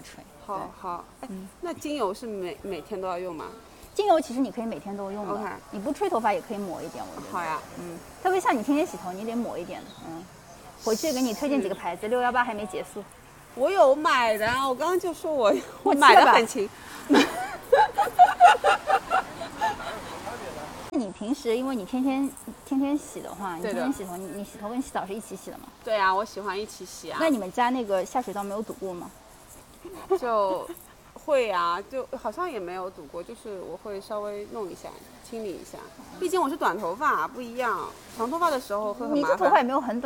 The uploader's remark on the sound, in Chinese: 这期节目我们本来想边走边录的，但是奈何我们设备太差，马路上也有噪音，只好站在一个防范区小区门口给大家录节目了～剪辑的时候，特别没有把背景音消掉，让大家感受下上海下雨天吧